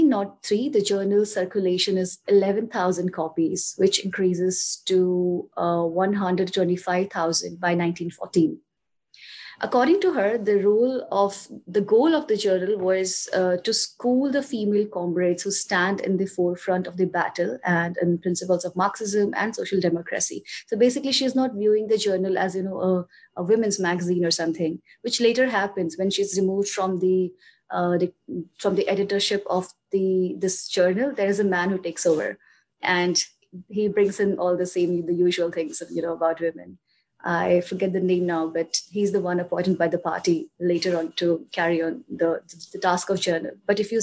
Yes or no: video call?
yes